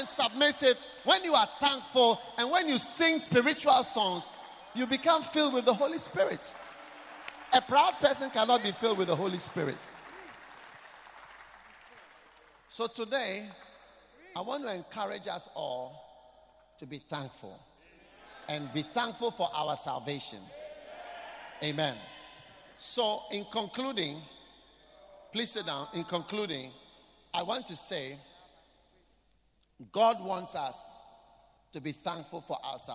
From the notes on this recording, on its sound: Preached at The Qodesh.